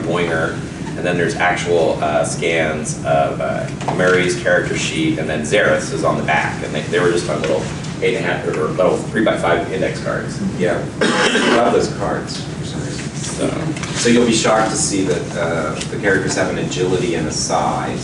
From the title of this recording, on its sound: Seminar at NTRPG Con 2-16